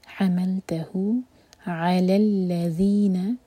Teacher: ذال کو زا کی طرح نہیں پڑھنا